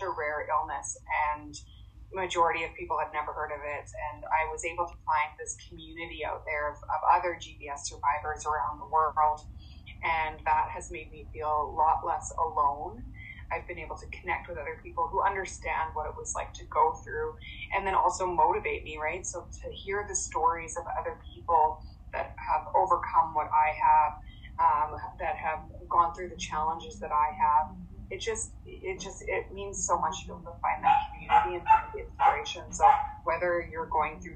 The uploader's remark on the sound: Please excuse the background noise towards the end of the episode.